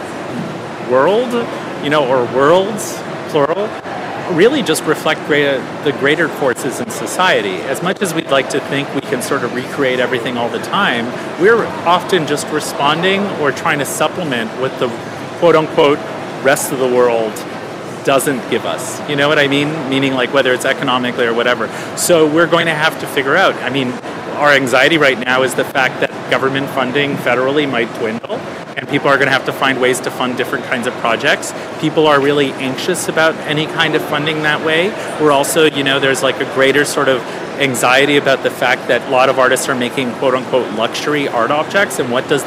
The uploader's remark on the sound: Live from Untitled Art Fair